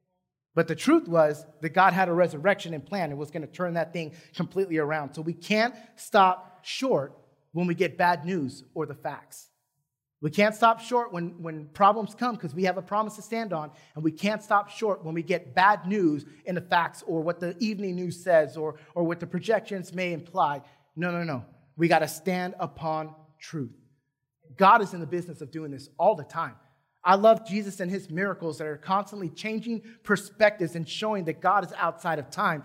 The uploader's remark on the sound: Recorded from South Gate Fellowship in Duncanville, TX on Sunday, May 16 2021.